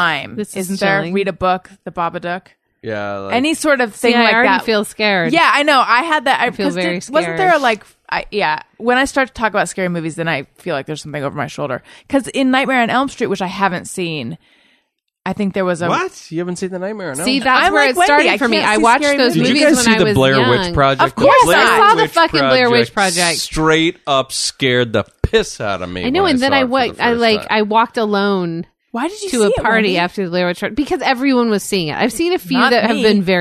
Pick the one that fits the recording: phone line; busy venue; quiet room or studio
quiet room or studio